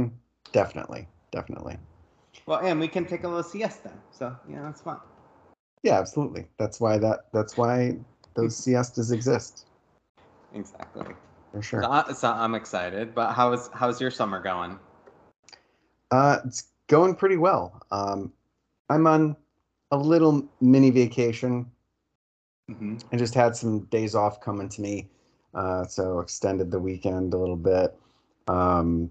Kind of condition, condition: fault, background noise